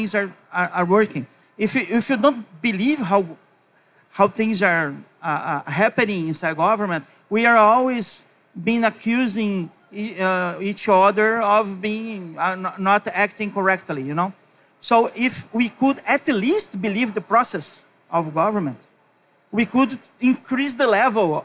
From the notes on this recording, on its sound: a live onstage panel as part of Blockchain Rio, on our very own Blockchain Insider stage!